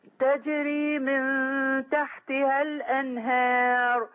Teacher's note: ناخد بالنا من الحرف المقلقل الجيم المقلقلة